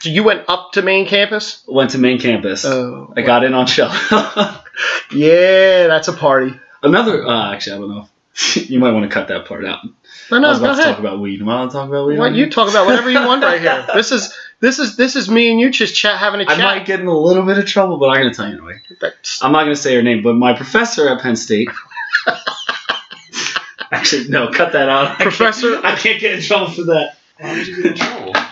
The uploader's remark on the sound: Takes us to Manyunk and another awful recording of a great interview with a great guy. 2 eps in and I haven't figured this editing thing out.